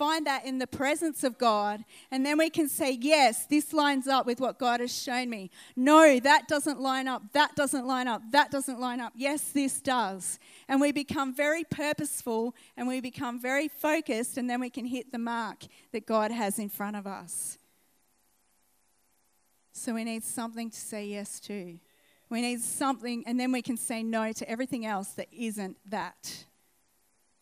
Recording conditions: live audience